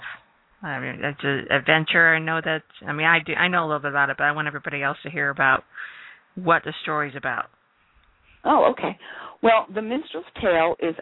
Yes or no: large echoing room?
no